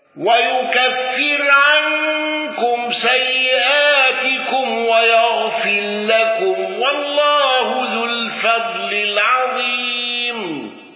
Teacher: قالوا بتوسط المنفصل وسكون ميم الجمع